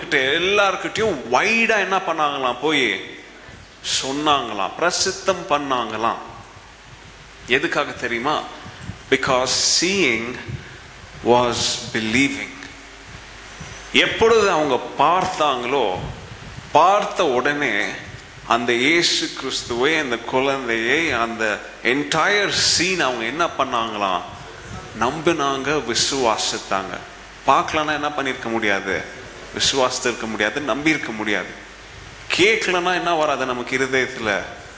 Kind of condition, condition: setting, large echoing room